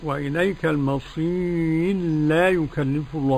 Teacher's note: وتكون اللام حرف واحد مشدد. أيوة، يكون إضغام حرفا واحدا مشددا كما قال المشايخ، النطق بحرفين حرفا كالثاني مشددا.